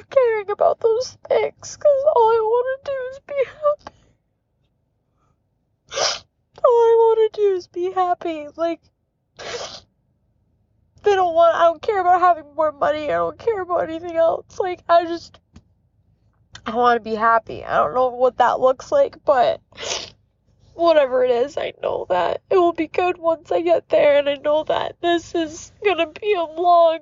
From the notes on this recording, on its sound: I'm sharing a very intimate recording - my first recording ever. I apologize for the audio - it was never meant for podcast content.